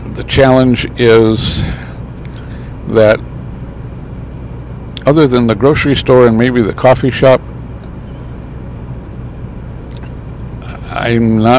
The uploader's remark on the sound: Some thoughts while driving to Ashland, Wisconsin on this Thanksgiving Holiday Weekend.